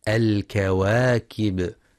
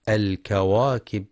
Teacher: ينتبه لترقيق الواو في كلمة الكواكب فلا يقرأ الكواكب بتفخيم الواو · Shown in: first take